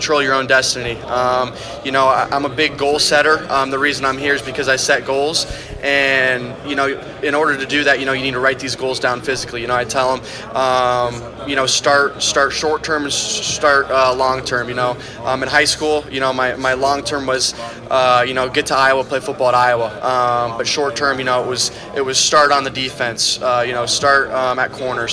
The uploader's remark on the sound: Press Conference from the NFL Combine. From the 2023 NFL Scouting Combine.